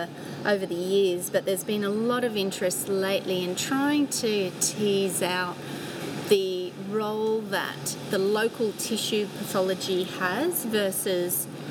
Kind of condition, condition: fault, sounds in the background